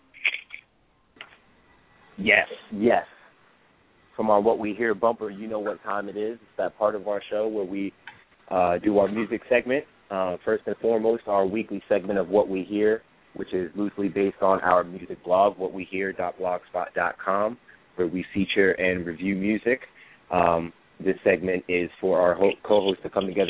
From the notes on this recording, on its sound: Our hosts and live callers